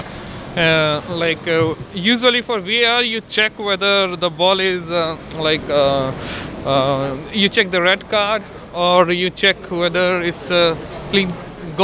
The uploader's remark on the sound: At half time and while walking on the way back from stadium.